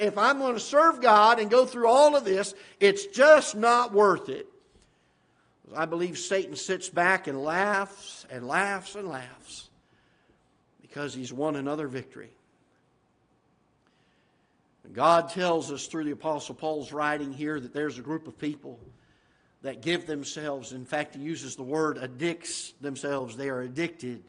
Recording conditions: large echoing room